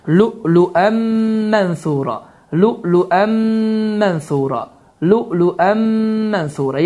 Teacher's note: idğam məlğunnə qaydası baş verir ki, n səsi itir, mim hərfi isə şəddələnir. Və oxunuş bu formada düzgün sayılır.